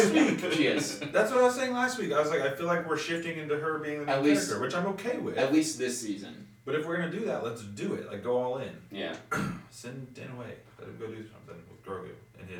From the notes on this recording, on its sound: Pardon the poor audio quality this week as our studio is a bit torn apart.